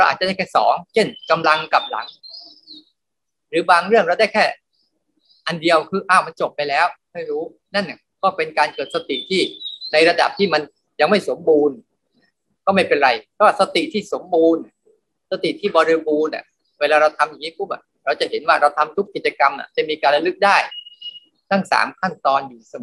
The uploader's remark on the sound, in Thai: คอร์สออนไลน์ (ผ่านโปรแกรม Zoom).